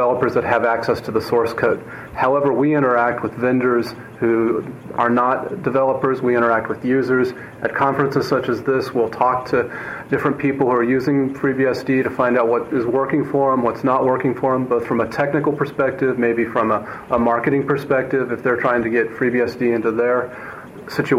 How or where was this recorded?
busy venue